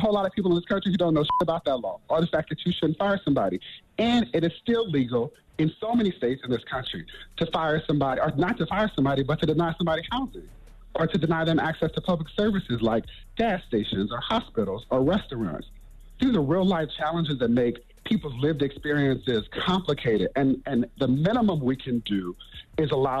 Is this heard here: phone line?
yes